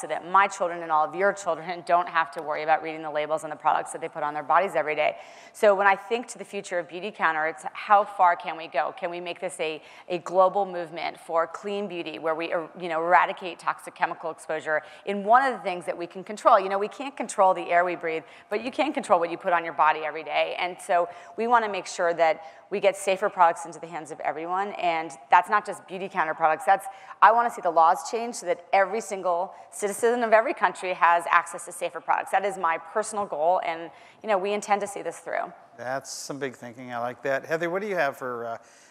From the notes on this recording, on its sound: The best of live interviews from GreenBiz events.